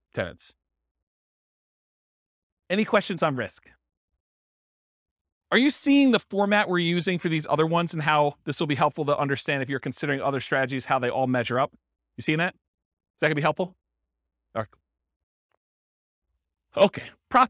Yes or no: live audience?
yes